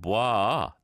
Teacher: There was a diphthong, a sort of an up and down. And in Korean, we don't really do that because then it sounds like more than one character.